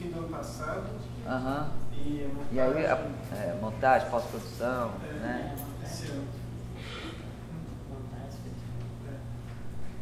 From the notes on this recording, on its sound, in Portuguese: Tivemos problemas com a captura desse áudio.